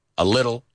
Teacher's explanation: Fíjate los americanos, la T. Ahí es una D.